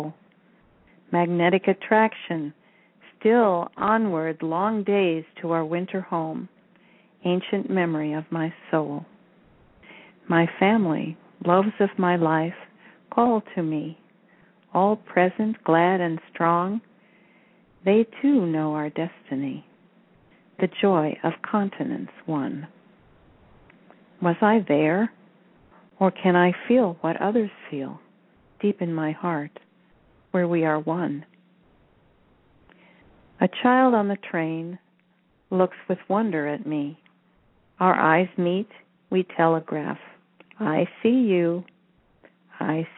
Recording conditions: phone line